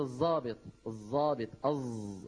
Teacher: هذا الصوت أز الذي نستخدمه نحن في اللهجة المعاصرة في الشام ومصر مكان حرف الظاء الفصيح